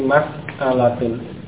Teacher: Ucapan yang benar justru dipisah, mas'alah sesuai dengan bahasa aslinya dari bahasa Arab itu mas'alah, bukan masalah.